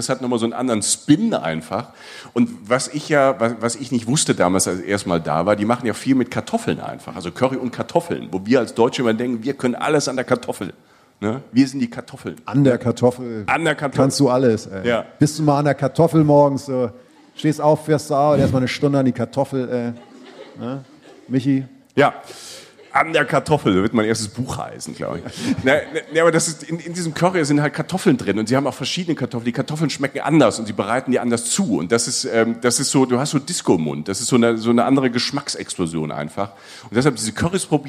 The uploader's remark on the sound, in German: Live aufgenommen auf unserer „Reisen Reisen – Der Podcast“-Tour in Berlin. Live aus Berlin!